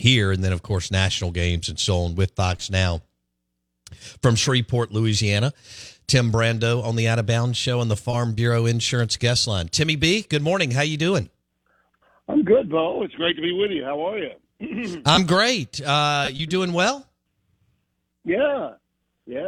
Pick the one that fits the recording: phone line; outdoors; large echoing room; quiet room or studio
phone line